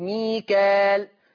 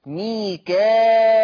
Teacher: أما ورش، أما ورش يقرأ ميكائل، فيقرأ ورش بالهمزة، بهمزة مكسورة بعد الألف المادية · Shown in: second take · لما يجي همزة بعد الألف فيقرأ ورش بهمزة مكسورة بعد الألف المادية، فتصير مد متصل.